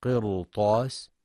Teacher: أما لو جاء بعدها حرف استعلاء نحو قرطاس من قوله تعالى: ولو نزلنا عليك كتابا في قرطاس، فإن الراء تفخم كما ذكرنا في حالات التفخيم.